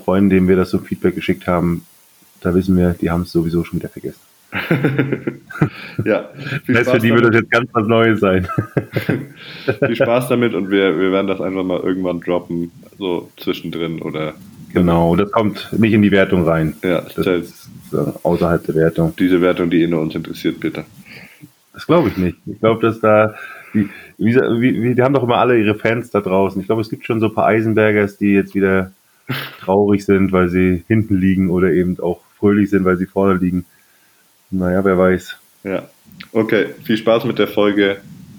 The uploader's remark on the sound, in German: Das ist eine unsere Probefolgen, also wundert euch nicht über die Tonqualität und unsere (noch) amateurhaften Vorträge!